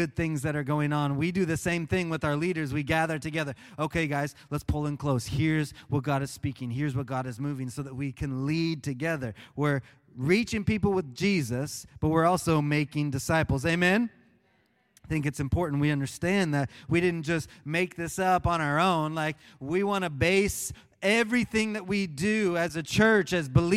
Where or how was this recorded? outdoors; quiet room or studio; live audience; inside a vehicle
live audience